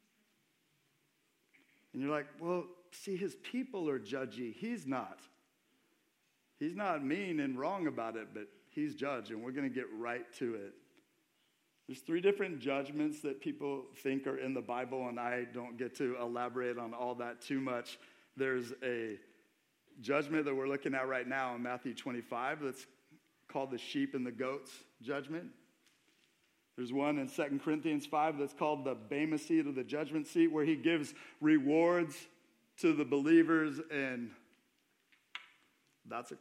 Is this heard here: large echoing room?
yes